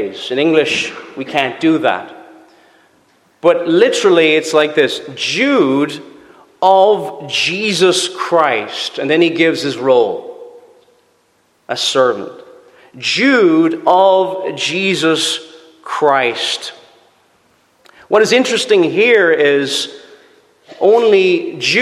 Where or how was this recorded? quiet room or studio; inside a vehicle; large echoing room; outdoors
large echoing room